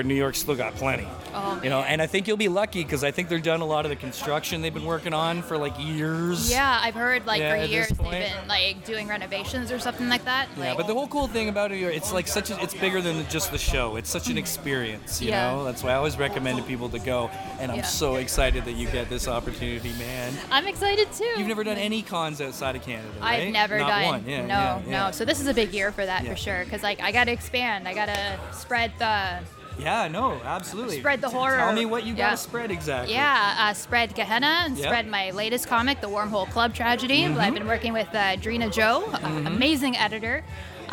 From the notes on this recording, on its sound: Live chats from Gotham Central Comics and Collectables' Summer Bash